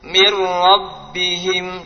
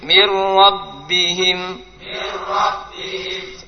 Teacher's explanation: nun sukun atau tanwin ketemu dengan ra langsung ke huruf ra. Nunnya hilang total sudah.